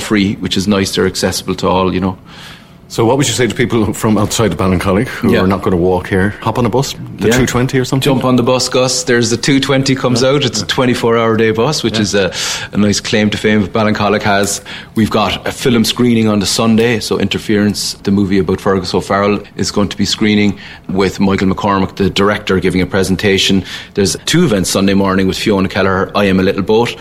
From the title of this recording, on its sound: WINTER MUSIC FESTIVAL at the White Horse Ballincollig